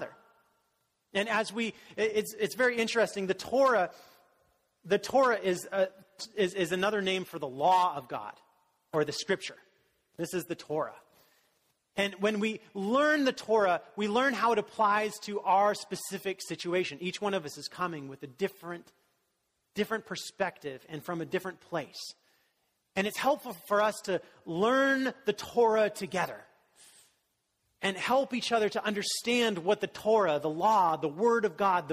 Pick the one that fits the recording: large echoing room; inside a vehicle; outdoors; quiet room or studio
large echoing room